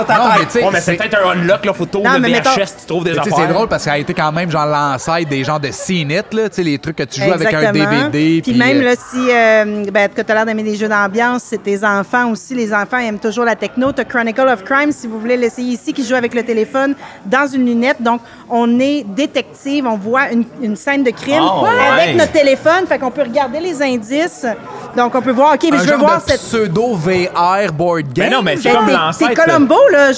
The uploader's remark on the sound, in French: Enregistré au bar ludique "Le Premier Joueur". Nous concluons la saison 1 avec un épisode devant publique.